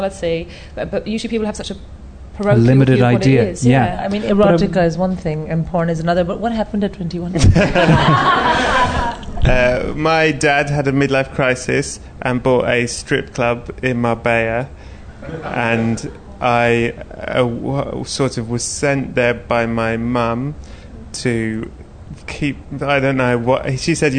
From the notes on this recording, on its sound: live in front of a packed Soho Theatre